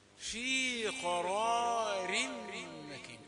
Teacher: را ده راء مفتوحة مفخمة. البعض يمكن أن يغلب عليه هذا التفخيم في الراء التالية مع أنها مكسورة.